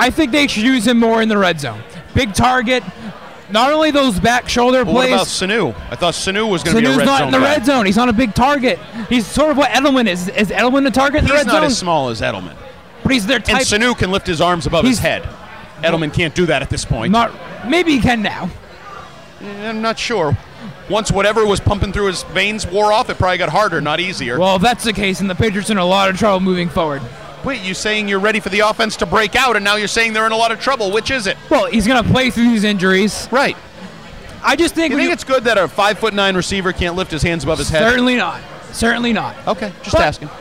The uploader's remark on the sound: Live from Lord Hobo Brewing in Woburn.